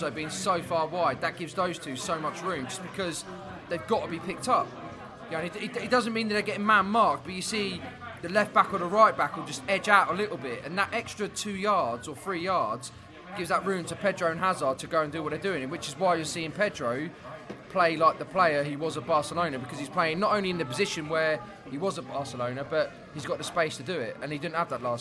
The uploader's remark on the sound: Chelsea pre-match podcast from the pub